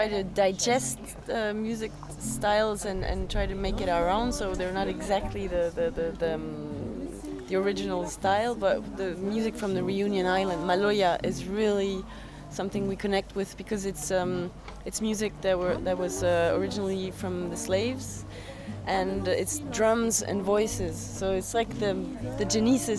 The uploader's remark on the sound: While delivering workshops and panel discussions at Shambala Festival in 2016, we interviewed some of the great women performing at the event over the weekend.